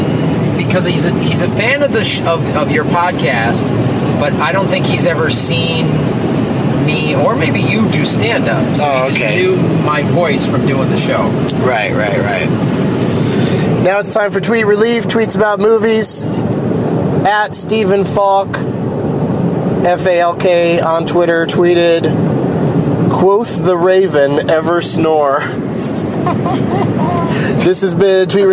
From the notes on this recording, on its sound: While driving from San Luis Obispo to L.A.